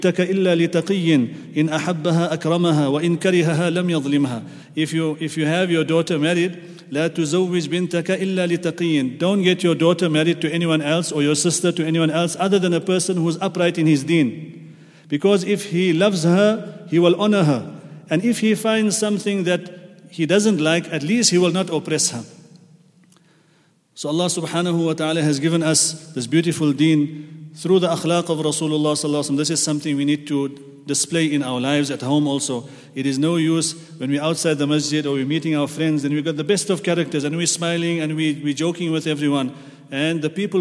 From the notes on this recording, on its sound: at the Houghton Masjid (West Street)